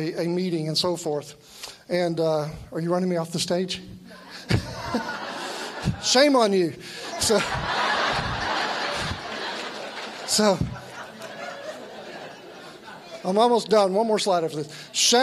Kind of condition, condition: setting, live audience